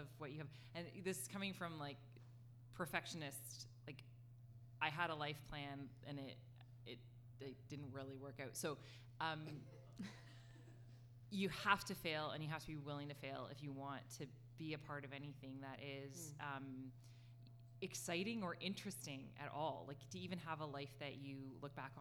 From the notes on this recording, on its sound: LIVE Episode. It is our first LIVE podcast recording.